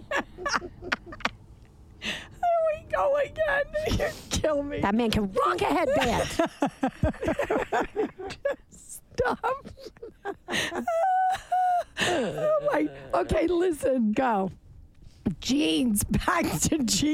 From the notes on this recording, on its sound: recorded this bitch in the car on the way to the airport